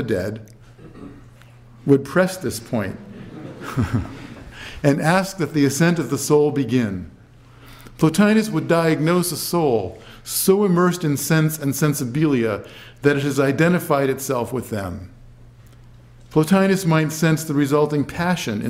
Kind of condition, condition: setting, large echoing room